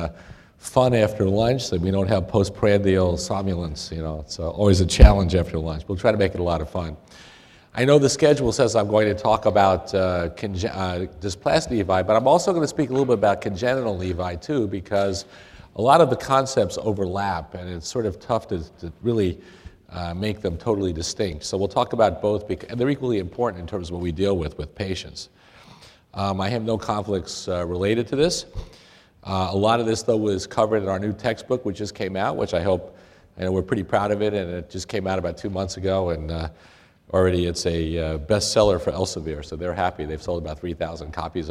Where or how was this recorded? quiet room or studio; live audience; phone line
live audience